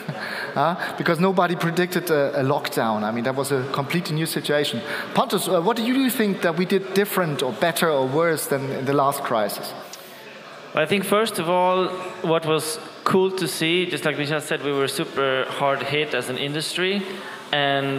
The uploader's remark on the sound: our main stage recording, powered by Duetto